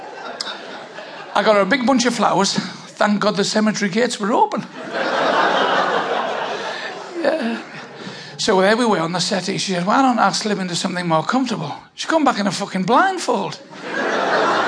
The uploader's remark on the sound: Who Ate All The Pies was recorded in September 2013 in the beautiful Maltings theatre, in Berwick Upon Tweed in front of a very enthusiast audience.